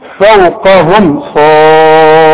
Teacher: شوف الميم دي انا وقفت ازاي عليها ما غنتهاش اظهرتها وضميت شفايفي خلاف الاخفاء